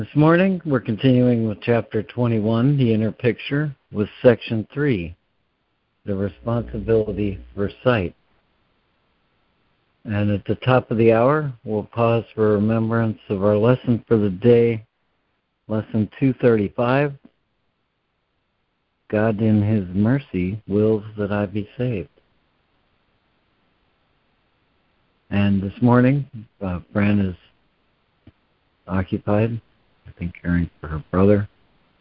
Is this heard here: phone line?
yes